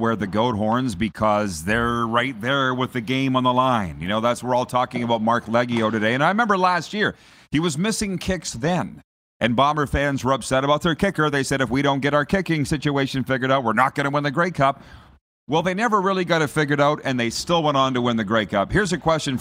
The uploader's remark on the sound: We are LIVE from inside Rogers Place in Edmonton, Alberta. Site of the 2022 World Junior (2.0) championships!